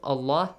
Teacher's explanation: the letter lam in the word Allah is pronounced heavily.